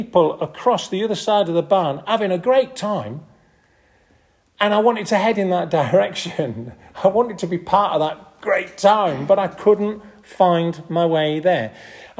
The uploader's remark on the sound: This audio recording was taken from the 10:30 Cafe style service at St Oswald's Church, Askrigg